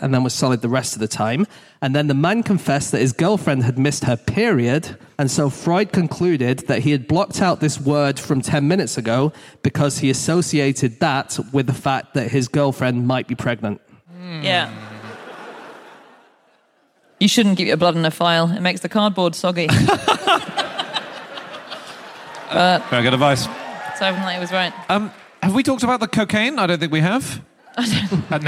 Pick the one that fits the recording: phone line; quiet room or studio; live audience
live audience